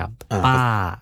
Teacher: วรรณยุกต์โทเป็นขึ้นตกนะครับ